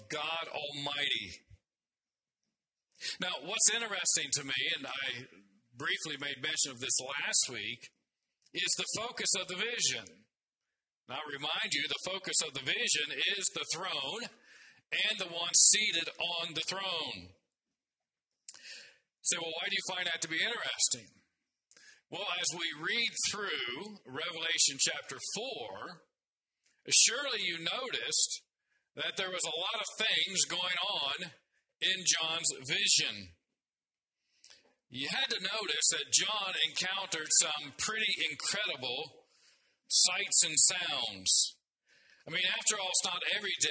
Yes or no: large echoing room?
yes